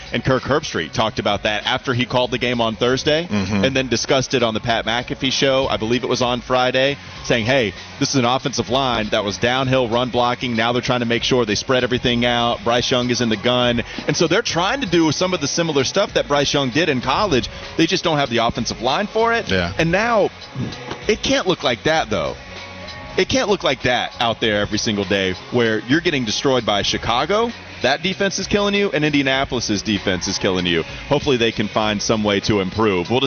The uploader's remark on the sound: live from Spectrum Center for the annual Hornets Cornucopia event